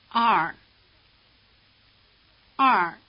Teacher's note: The romanization of 2 is written with an E, but most speakers say it with a broad A sound, as in father